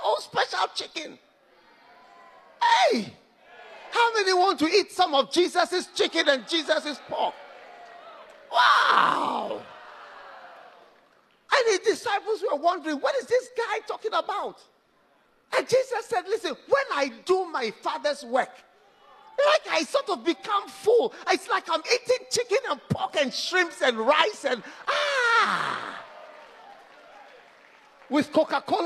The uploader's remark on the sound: Preached at Light Conference 2023, Cathedral of Praise, Manilla, Philippines.